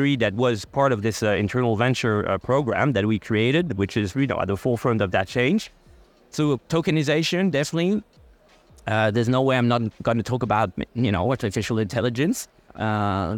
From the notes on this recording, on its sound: special podcast episode recorded at Web Summit 2023